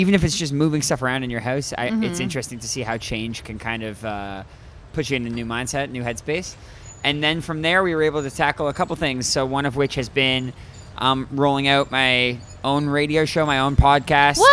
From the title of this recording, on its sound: backstage at Okeechobee fest!